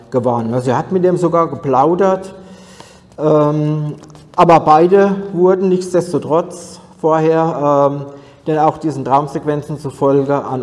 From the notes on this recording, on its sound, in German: Aufzeichnung des Vortrags auf der ALIEN.DE Konferenz am 19.08.2023 in Frankfurt am Main.